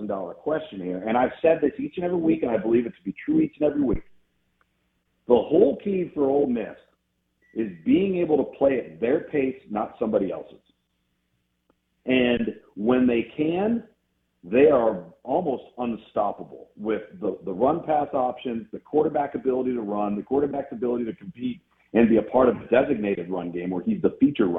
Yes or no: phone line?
yes